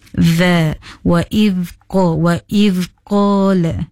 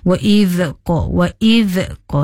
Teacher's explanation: huruf za hendaklah dibaca dengan lembut. Lidah ditahan ke atas dan hujung lidah keluar sedikit pada pangkal gigi atas · Shown in: first take